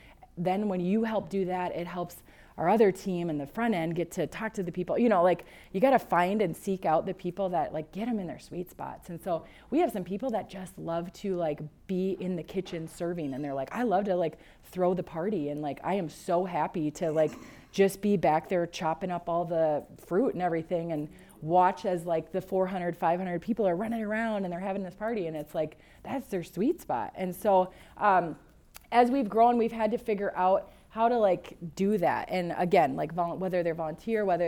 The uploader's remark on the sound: EQUIP Conference 2022 – April 30th Breakout. At EQUIP Conference.